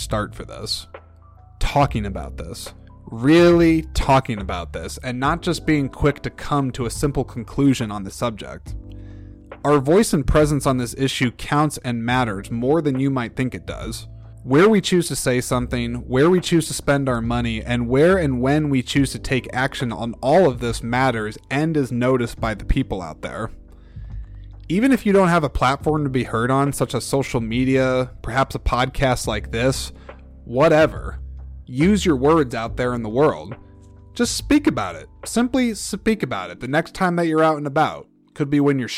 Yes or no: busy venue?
no